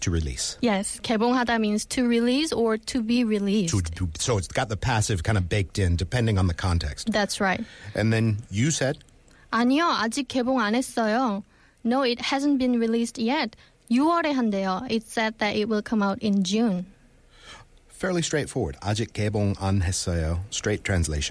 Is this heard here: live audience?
no